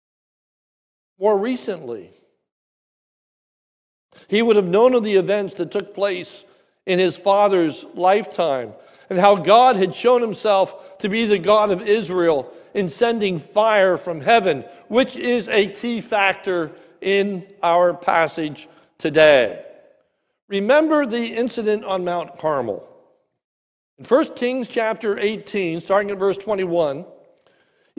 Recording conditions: large echoing room